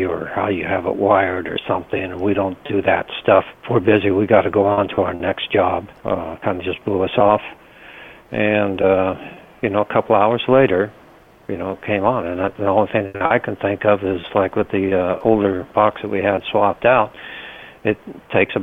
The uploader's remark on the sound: Prank Phone Calls